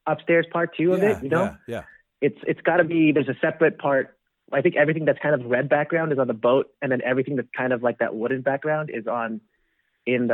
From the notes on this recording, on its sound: The live debate has been put on the shelf for the moment mostly because its impossible to edit and WAY more fun in the same room. On the phone this week are cast members.